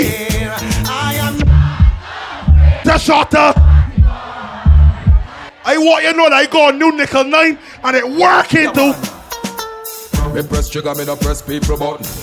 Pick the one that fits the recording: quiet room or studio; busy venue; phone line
busy venue